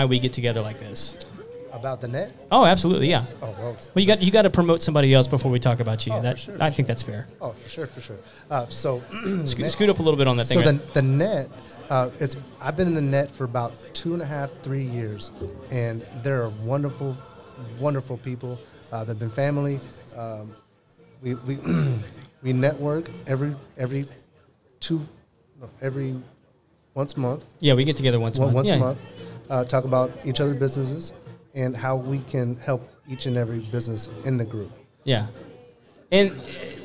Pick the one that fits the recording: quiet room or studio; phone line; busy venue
busy venue